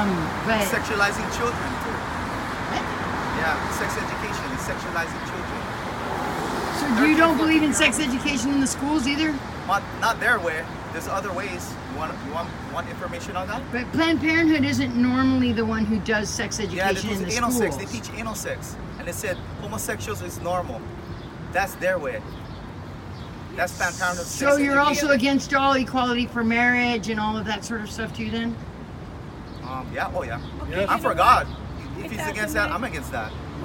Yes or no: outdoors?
yes